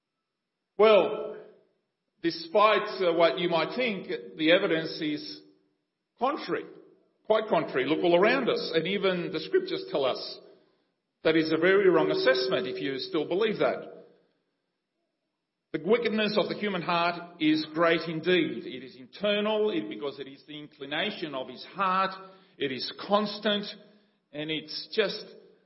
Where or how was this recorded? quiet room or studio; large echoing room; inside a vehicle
large echoing room